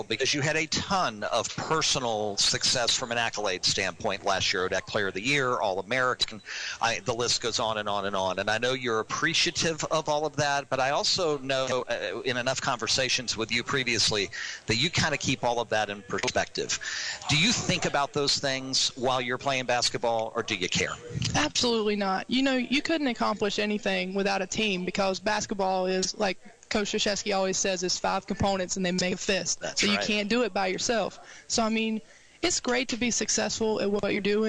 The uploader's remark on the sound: Heard live October 8, 2018 from SportsPage Grille in Ashland on 102.9 The Mater, WHAN Radio.